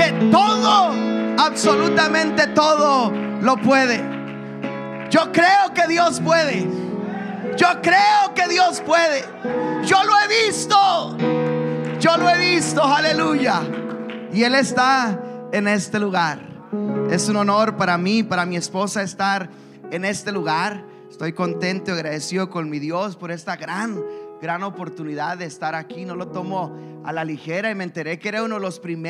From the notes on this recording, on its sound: a service recording from Connect Point UPC